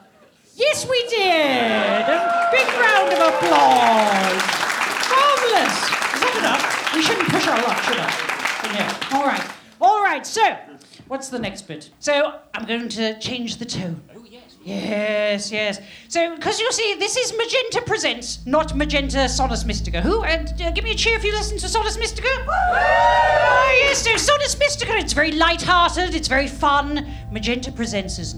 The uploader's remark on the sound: Recorded live from the London Podcast Festival 2023.